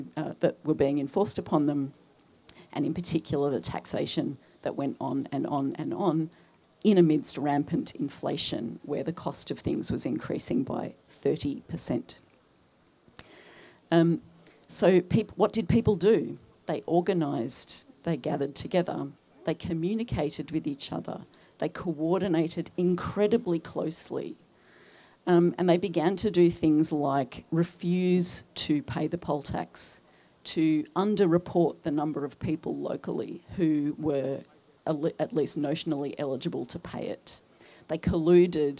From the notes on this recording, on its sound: episodes recorded at the teach-in held during the October strike